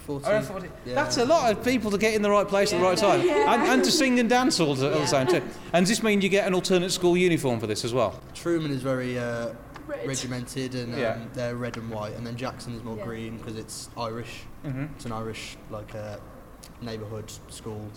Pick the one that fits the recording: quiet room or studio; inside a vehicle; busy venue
busy venue